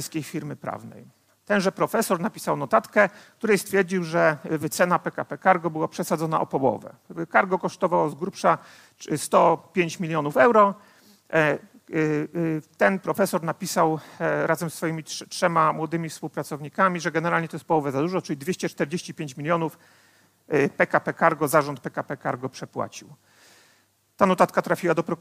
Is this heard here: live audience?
yes